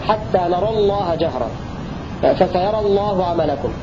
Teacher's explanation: الأول فتح الراء مع تفخيم لام لفظ الجلالة